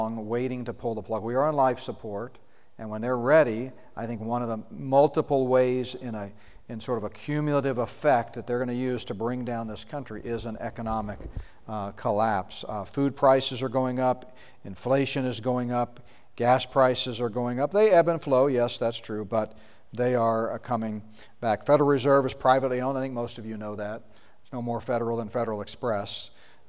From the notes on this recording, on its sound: session from the Prophecy Conference at Northstar Family Church in Flowery Branch, GA.